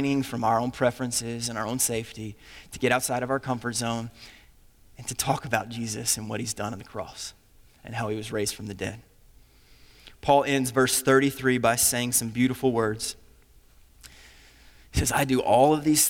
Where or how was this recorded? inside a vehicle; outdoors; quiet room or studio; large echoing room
large echoing room